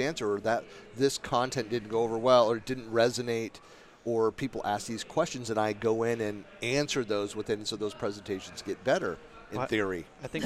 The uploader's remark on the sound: This recording was following an "unconference" breakout at Microsoft Ignite on the topic of community building. Recorded in November 2019 from Microsoft Ignite (#MSIgnite) Podcast Center.